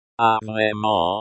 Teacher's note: The rising intonation at the end of the phrase emphasizes the speaker's surprise or disbelief.